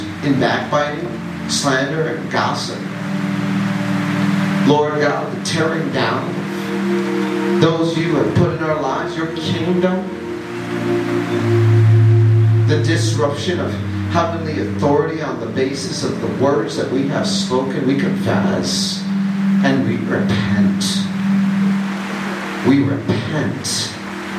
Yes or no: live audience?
yes